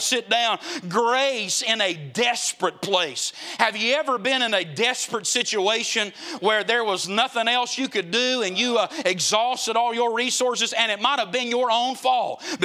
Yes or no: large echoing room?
yes